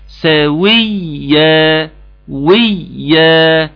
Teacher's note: الياء مشدده تظهر الشده بتاعتها فقط، فهتكون اكبر، هتكون اكبر من ايه، اقوى وزمانها اطول من الياء العاديه